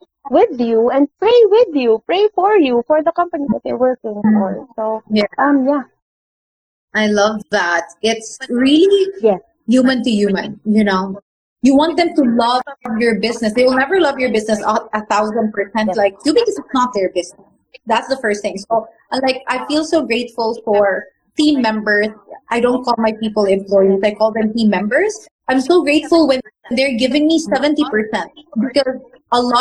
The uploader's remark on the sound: The audio of this interview isn't the best.